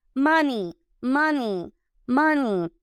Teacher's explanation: Y lo que hay que hacer es que el, la pronunciación de la EI ese diptongo EI, EY, pues se mezcla y se convierte en una I